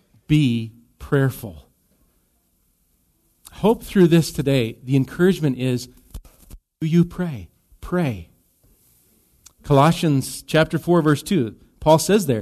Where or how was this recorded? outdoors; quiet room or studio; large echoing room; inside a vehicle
large echoing room